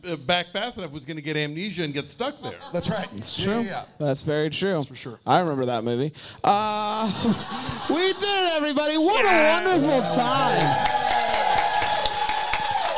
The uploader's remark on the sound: LIVE from Bramble Fest 2023.